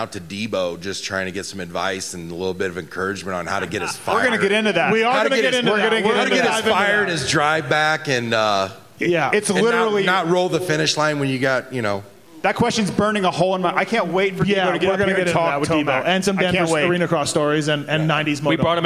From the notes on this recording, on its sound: Pulpmx/Racer X LIVE Podcast show from Oriental Theatre in Denver. Live from the Oriental Theater in Denver, Colorado.